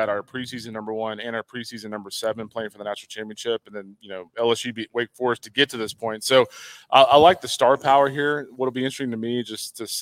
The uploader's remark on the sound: LIVE FROM OMAHA